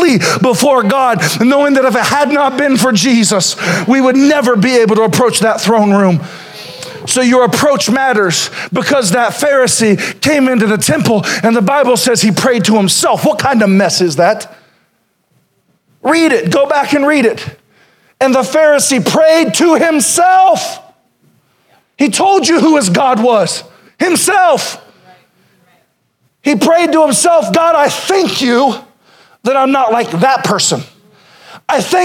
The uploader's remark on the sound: Sermon originally preached April 14, 2021.